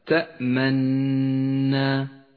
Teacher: تحرك الشفاه بالضم عند نطق حرف النون من غير أن نلفظ الضمة، وهذا ما يسمى الإشمام.